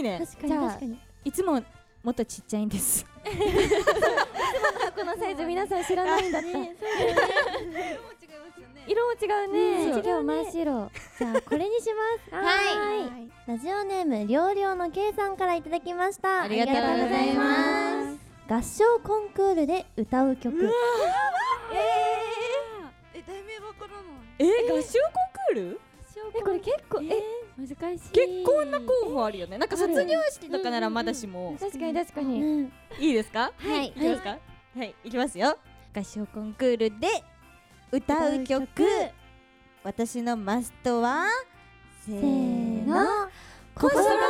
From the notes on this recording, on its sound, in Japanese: RKBカラフルフェス2023公開収録。